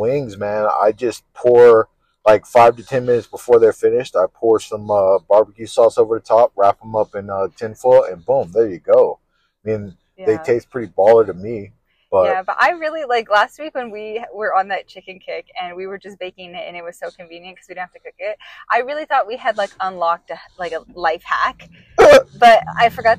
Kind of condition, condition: fault, poor sound quality